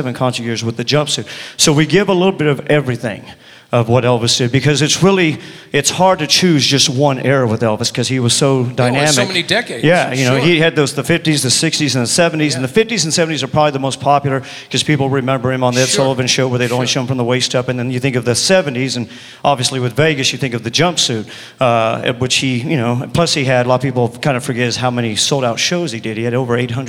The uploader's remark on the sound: Live at the SouthPoint Casino